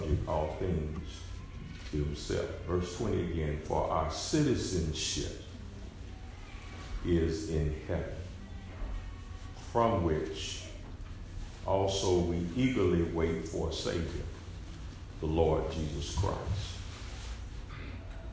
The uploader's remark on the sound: SERMON PREACHED AT ARCOC